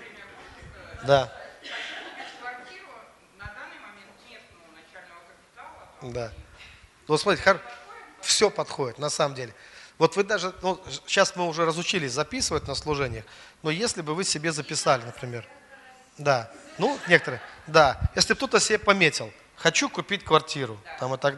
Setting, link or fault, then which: setting, large echoing room